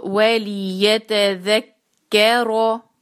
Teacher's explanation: لِيَتَذَكَّرُ میں لی آسان ہے، چھوٹا سا ادا کیا اور باریک آواز، یا ایک حرکہ ہے چھوٹی آواز، ی ت یہ بھی چھوٹی آواز، ذ جو ہے وہ بھی چھوٹی ہے لیکن اس کو آگے ہم کاف سے ملا دیں گے، کاف پہ ہے شدہ، اس پہ سٹریس. تو وَلِيَتَذَكَّرُ، اور رو کو بھاری کرنا ہے.